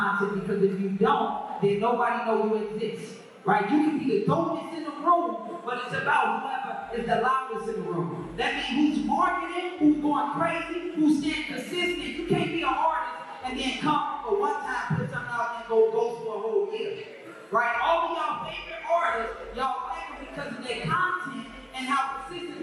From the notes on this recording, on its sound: First ever LIVE show during Indie Fest in Atlanta Ga.